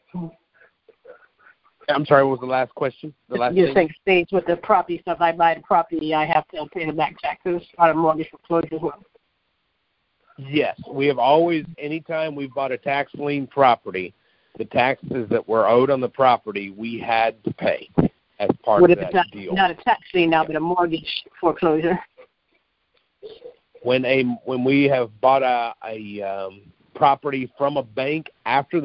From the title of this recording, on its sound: Gold Club Q&A Call